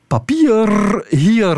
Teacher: met een hele lange rollende R · Term: tongpunt R